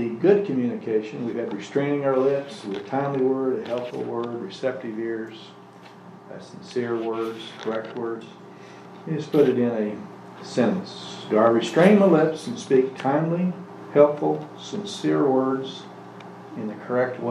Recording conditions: large echoing room